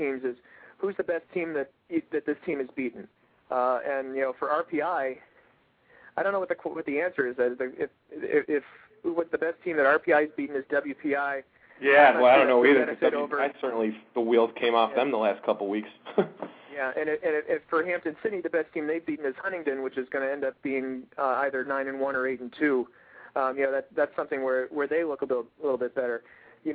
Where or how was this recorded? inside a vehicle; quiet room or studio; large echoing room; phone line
phone line